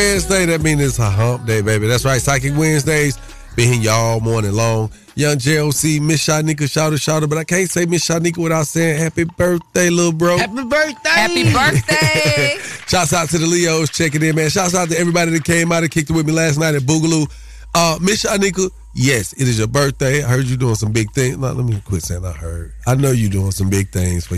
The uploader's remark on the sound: Callers call